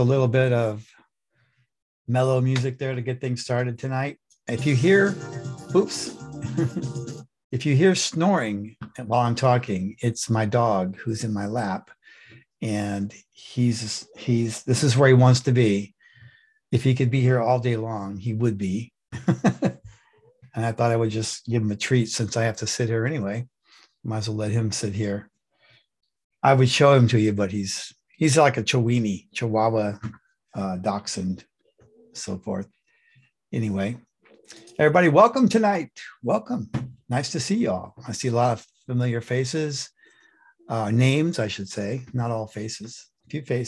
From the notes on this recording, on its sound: The shows are now all hosted on Zoom.